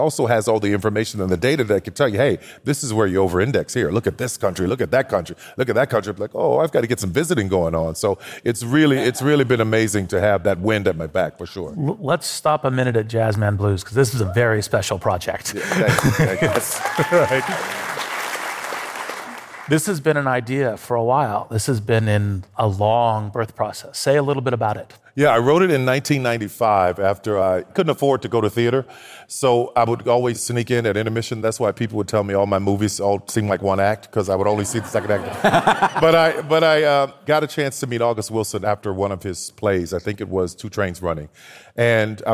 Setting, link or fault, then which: setting, live audience